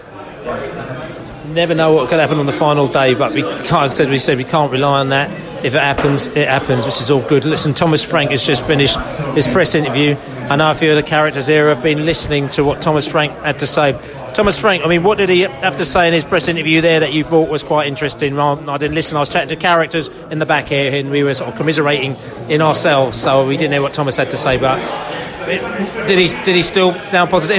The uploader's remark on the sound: post-match podcast from the pub